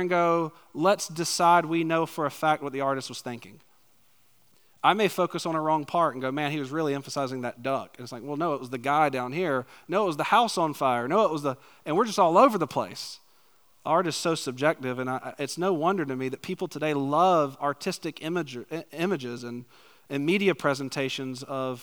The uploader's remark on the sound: Preached a topical sermon on the morning of March 26, 2023, at Chaffee Crossing Baptist Church in Barling, AR.